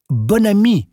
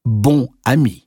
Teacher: Durch die Liaison kann es auch zu einer sogenannten Entnasalierung, einer Aussprache ohne Nasallaut, kommen. · Shown in: first take